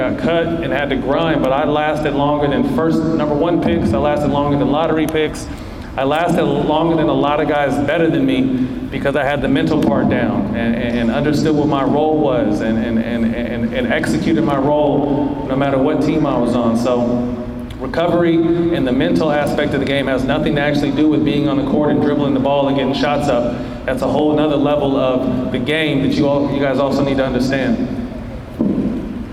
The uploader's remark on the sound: joins us live at his basketball camp